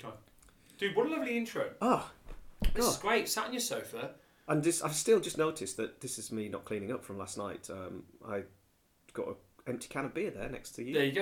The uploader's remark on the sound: We are out of the studio testing new audio equipment for this episode and without our editor so forgive any blips!